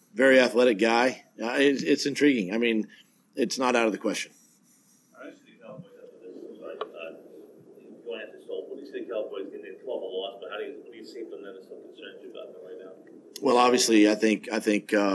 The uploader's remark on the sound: Double decker press conferences!